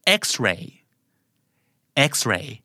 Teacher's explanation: แค่รู้สเตรสว่าอย่าไปเน้นเรนะครับ